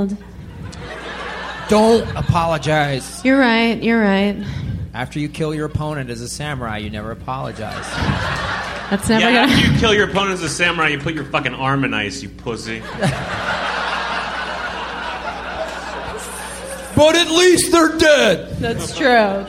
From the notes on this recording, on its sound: Recorded live at the Baltimore Comedy Factory on August 3rd, 2011.